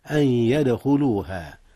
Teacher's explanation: أن يدخلوها، هنا إدغام أيضا يا أستاذنا، بغنة أدغمت النون في الياء، أن يدخلوها، ثم كلمة يدخلوها قلقلة في الدال